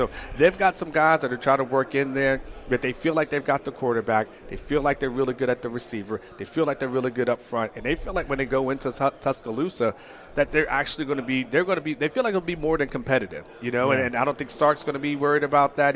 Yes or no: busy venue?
yes